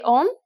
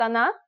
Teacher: Here you can hear how О can be pronounced as both, О and А.